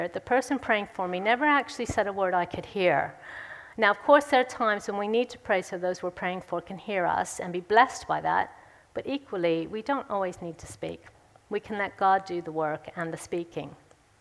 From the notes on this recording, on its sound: speaks at the Third Person conference in session 3